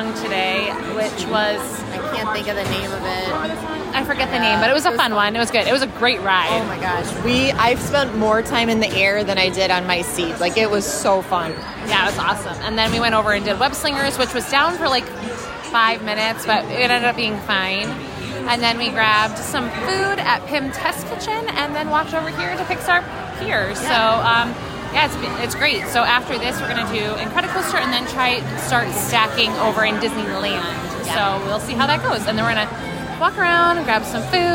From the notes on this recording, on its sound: Live From Disneyland! We are live from California!